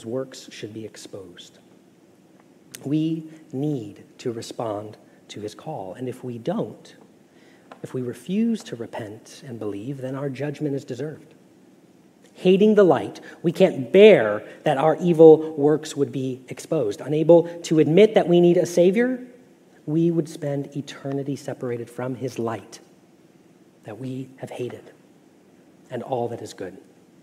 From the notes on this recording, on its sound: Message Preached at Valley Creek Church